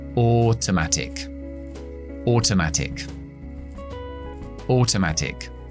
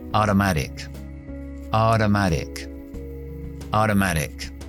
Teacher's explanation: Aquí tenemos dos T's, así que para la pronunciación estadounidense vamos a debilitar las dos T's · Shown in: second take